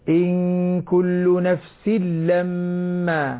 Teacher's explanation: ان كل نفس لما، هكذا نفس لما تصبح لاما مشددة، هذا يسميه العلماء الادغام الكامل. الادغام الكامل لا يبقى اثر للمدغم مطلقا.